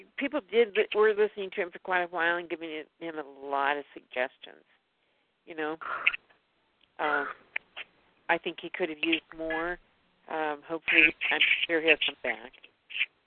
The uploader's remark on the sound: FFCHT Conference Call